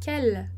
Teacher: A gente não vai dizer quelle, porque a gente não vai pronunciar esse e no final